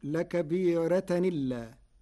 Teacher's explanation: لكبيرة إلا. قرأ ورش بنقل حركة الهمز إلى الساكن قبله فتصير لكبيرة إلا مع ترقيق الراء